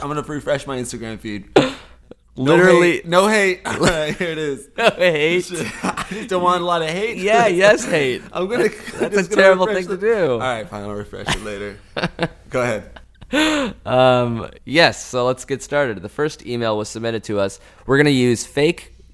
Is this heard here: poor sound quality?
no